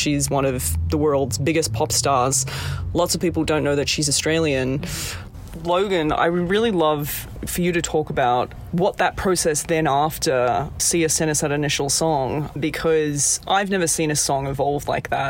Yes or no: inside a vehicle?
yes